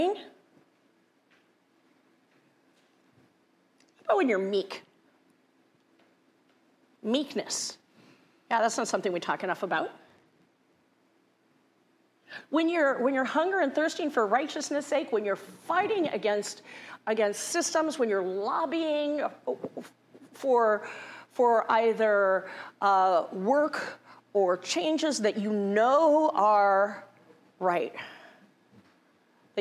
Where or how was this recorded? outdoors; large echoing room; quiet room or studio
large echoing room